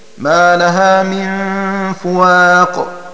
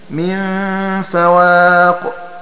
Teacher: قرأ حمزة والكسائي: ما لها من فواق بضم الفاء، فتكون قراءة غيرهما بفتحها